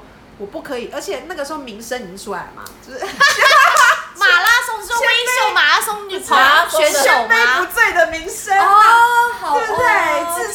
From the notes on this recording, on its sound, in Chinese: 喝酒那些事系列由於是試錄集，收音設備非常陽春，請海涵。